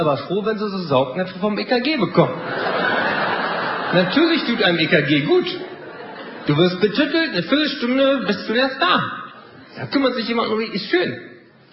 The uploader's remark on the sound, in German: Live-Mitschnitt aus dem Neuen Theater Höchst, Frankfurt/Main.